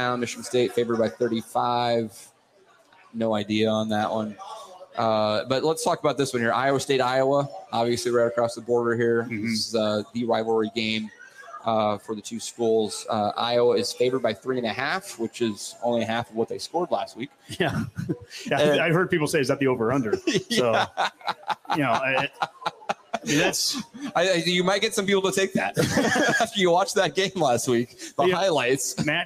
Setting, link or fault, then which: setting, live audience